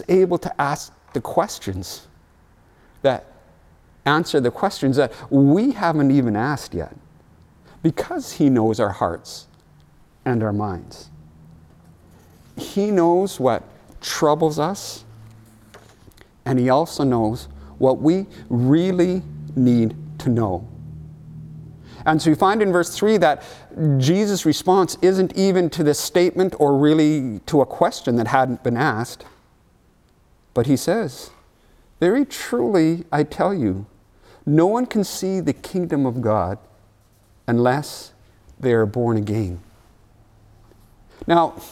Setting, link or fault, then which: setting, large echoing room